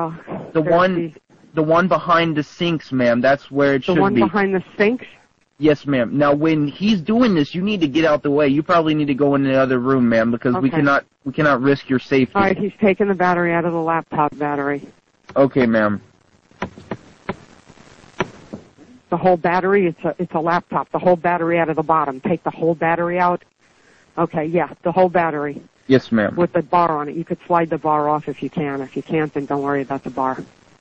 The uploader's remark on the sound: Prank Phone Calls